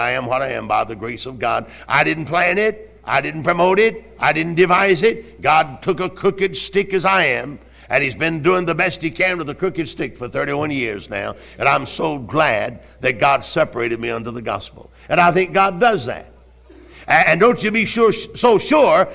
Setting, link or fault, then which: setting, large echoing room